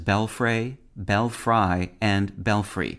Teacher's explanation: This association of berfrey with bell towers seems to have influenced the dissimilation of the first R in berfrey to an L, and people began representing this pronunciation in writing with variants such as belfrey, belfry, and belfry, the last of which has become the standard way of saying and spelling the term.